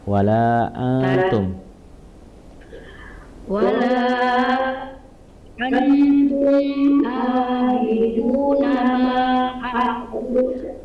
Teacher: Abidu nama panjang juga 4 harokat.